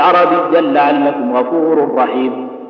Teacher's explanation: في اللام والراء عدم الغنة